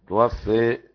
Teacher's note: توفى حمزة وكساء وخلف، توفى بالإمالة